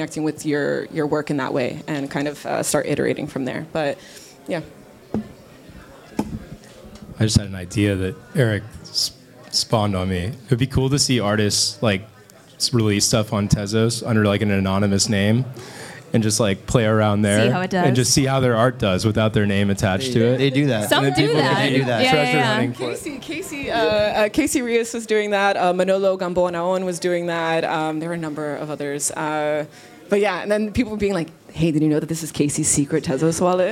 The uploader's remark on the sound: During NFT Paris, in a room full of some of the best generative artists in the world, we recorded this one hour conversation